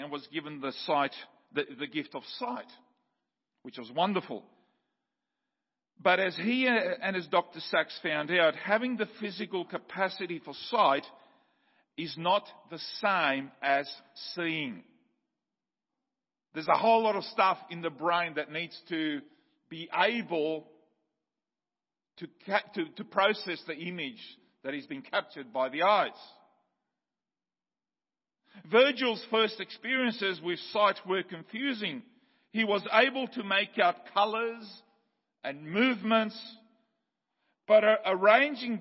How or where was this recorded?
large echoing room